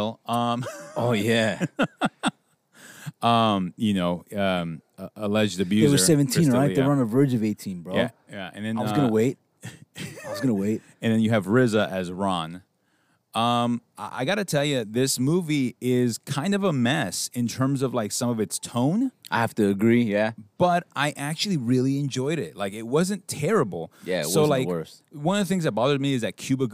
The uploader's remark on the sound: Recording Outside. Outside with all the noise that comes with it.